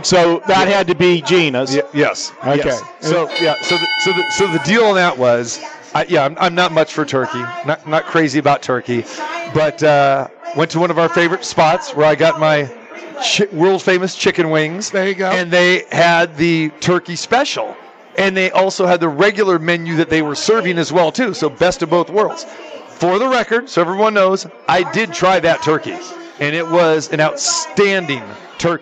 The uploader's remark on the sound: Live from the Super Book at Westgate Las Vegas